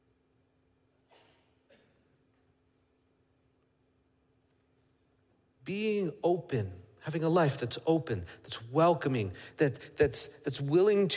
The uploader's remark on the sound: Midland Evangelical Free Church Sermon Audio